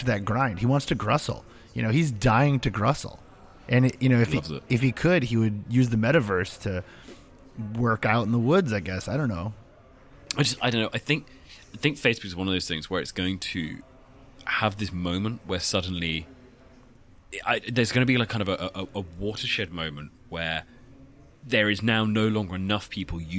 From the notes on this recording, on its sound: Crouched in the corner at Web Summit. From the comfort of his own home.